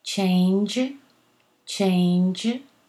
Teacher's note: And then j, j is a voiced sibilant.